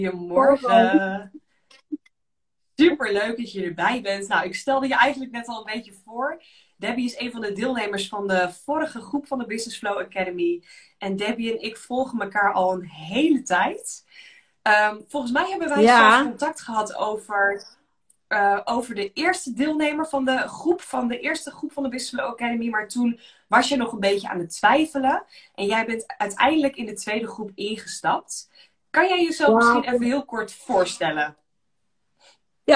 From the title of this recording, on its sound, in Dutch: Insta live opname